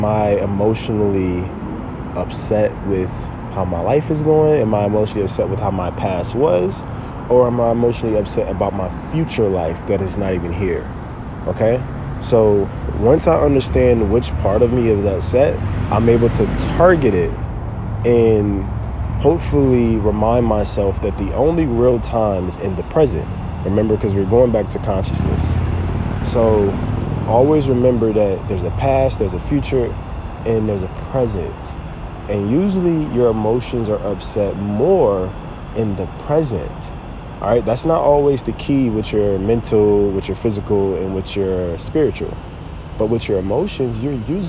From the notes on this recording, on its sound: This podcast was recorded from a tree!